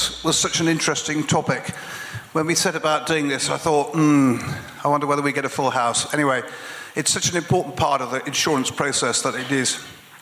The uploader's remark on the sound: Live highlights from the InsTech London "Future of Payments" evening at The Steelyard on 21st January 2020